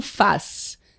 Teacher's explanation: Uhum. É, mas o Z no final de uma palavra é pronunciado com S